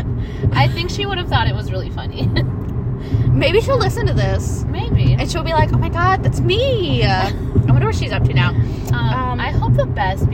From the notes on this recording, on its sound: This episode begins rather nervously while we get into the groove of recording. We decided the best way to record was driving to the beach.